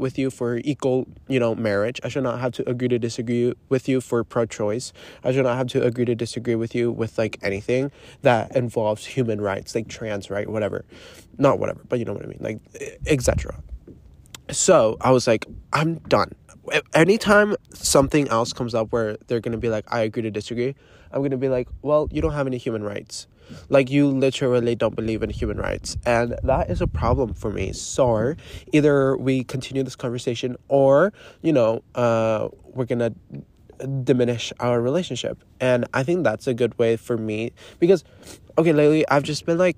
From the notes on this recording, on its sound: literally live from my paddleboard